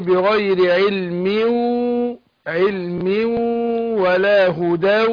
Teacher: بس خلي بالك، احنا عندنا بنقول ايه علم، هنا تنوين، فنون التنوين بتاعت علم اللي بننطقها مش بتتكتب، جه بعدها الواو هندغمها في الواو ادغام بغنة